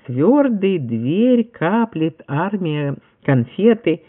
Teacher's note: если второй согласный мягкий, то первый теперь в большинстве случаев не мягкий, как было в московском произношении, а твердый.